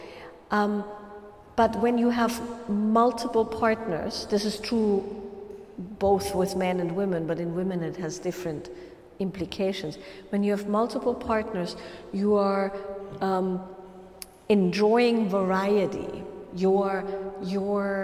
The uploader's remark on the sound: live Q&A recording from a Wild Woman’s Way workshop